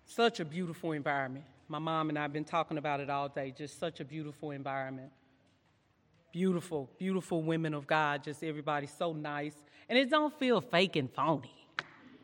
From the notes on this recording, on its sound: during session 2 at our 2022 Women's Conference